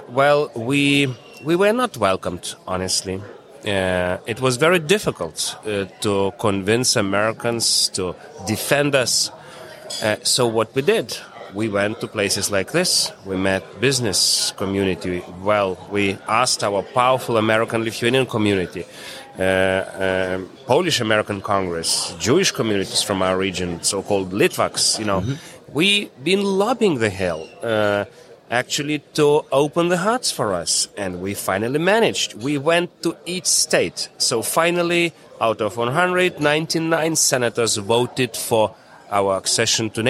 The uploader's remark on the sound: We caught up with the Ambassador at the Detroit Regional Chamber's annual Mackinac Policy Conference